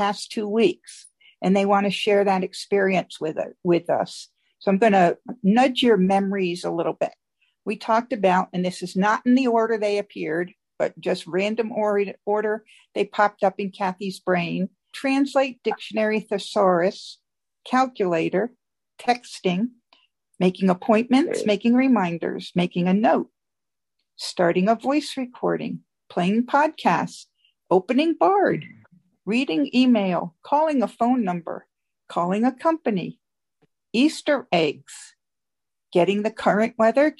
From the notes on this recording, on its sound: Zoom Call Recording